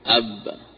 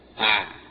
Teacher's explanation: هذا حلقي وهذا شفوي، أب شفتي ع هذا من أقصى الحلق